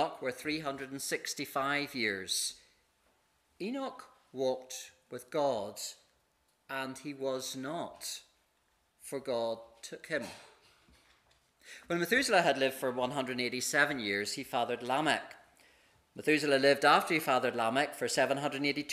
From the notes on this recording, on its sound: This is the recording of the Bible reading and sermon from our morning service on Sunday 14th May 2023